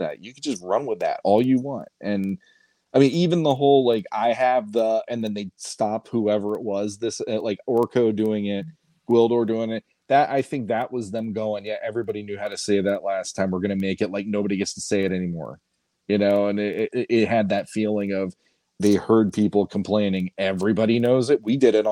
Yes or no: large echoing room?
no